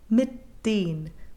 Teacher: there does need to be an actual stop for that T. If there isn't, we end up with what sounds like a doubled voiced consonant, rather than that imploded unvoiced ending to mit.